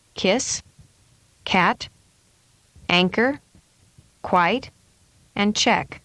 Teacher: This is a voiceless sound. The back of the tongue comes up and touches the roof of the mouth. Air is built up and stopped by the back of the tongue. · Term: K sound